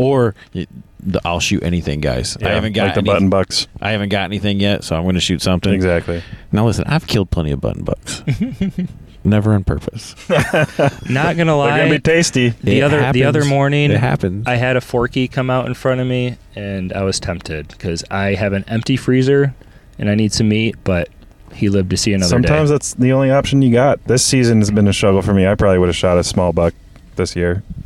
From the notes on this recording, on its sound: Meat Eater Live Post Show Podcast. In metro Detroit. This was recorded while driving down the road so the sound may be a little bit different than our normal shows.